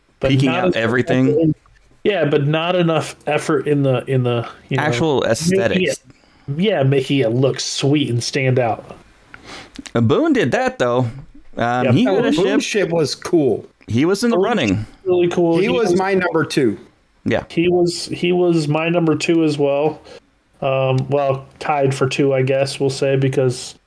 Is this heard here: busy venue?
no